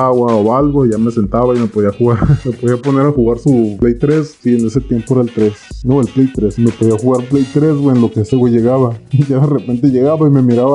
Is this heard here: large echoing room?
no